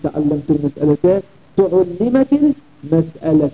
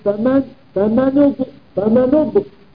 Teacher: إذا جئنا بالفعل في درج الكلام مثل آية فمن، هنا الهمزة لا تلفظ ضمتها · Shown in: second take · Term: همزة وصل